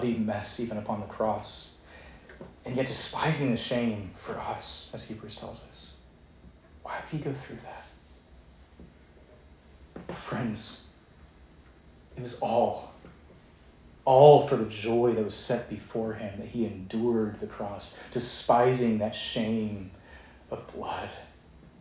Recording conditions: large echoing room